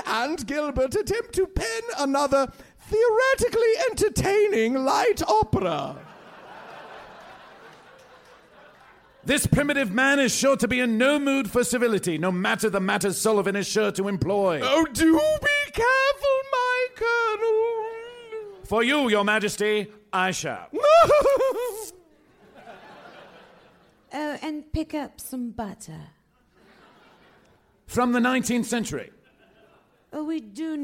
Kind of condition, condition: setting, live audience